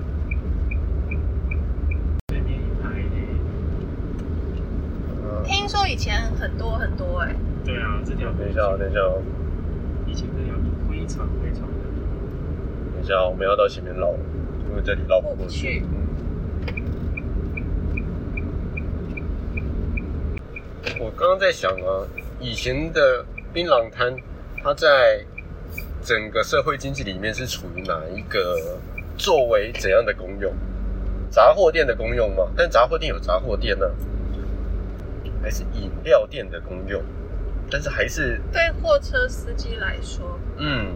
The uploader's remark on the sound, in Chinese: 車上錄音。閒聊兜風遊車河。